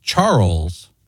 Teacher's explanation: now you've had a stress on the first part of it, and you developed it into 2 syllables